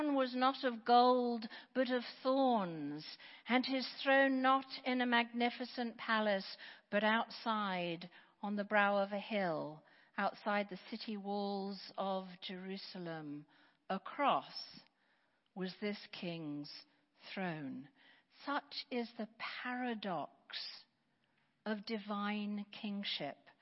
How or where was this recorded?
large echoing room